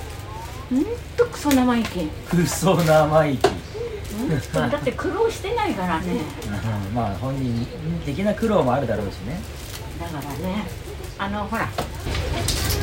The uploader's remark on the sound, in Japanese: Iphone収録です。無菌室なので空気清浄機のノイズや音量バランス等お聞き苦しいかもしれませんがあしからず。